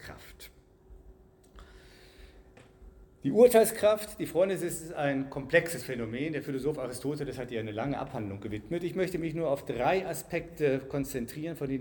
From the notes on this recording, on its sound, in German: Ihr hört den zweiten Teil des Festvortrages zum 100jährigen Bestehen der Winfriedschule Fulda (Gymnasium).